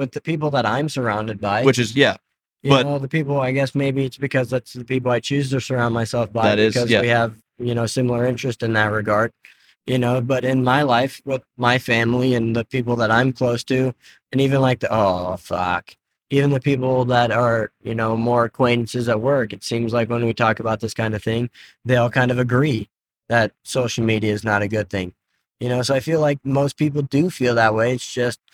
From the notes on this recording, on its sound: Set up the mics in the Tacoma as we're headed for the mountians to shred the gnar. Lost most of it due to technical difficulties with the mobile set up.